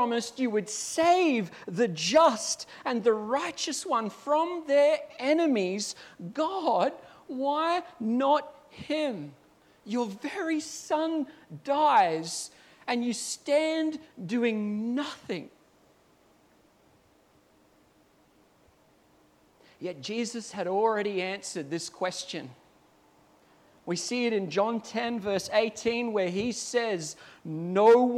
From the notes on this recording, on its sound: At Clarence Valley Community Church. This sermon was preached at South Grafton.